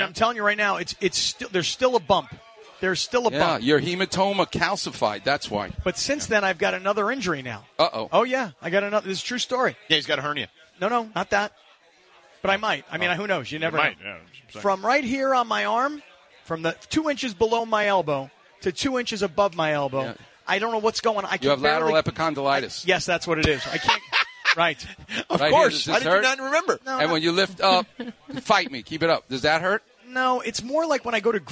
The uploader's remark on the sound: live from Black Gold Golf Course in Yorba Lina